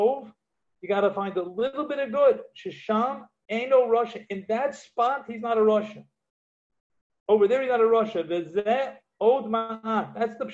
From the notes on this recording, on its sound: Live on Zoom 7-6-2020.